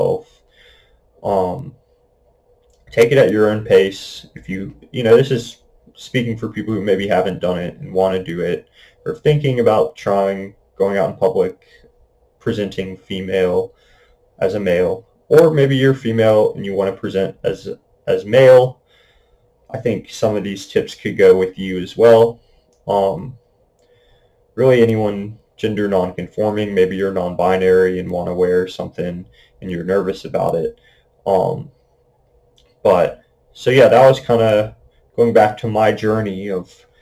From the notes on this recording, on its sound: I would like to apologize for the messy audio quality, I am still figuring out the proper way to use my new microphone